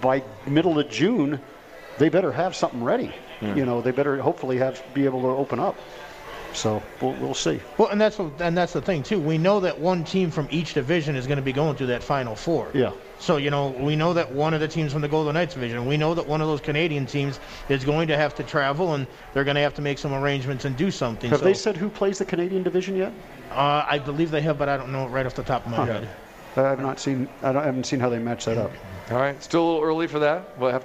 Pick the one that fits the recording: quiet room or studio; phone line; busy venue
busy venue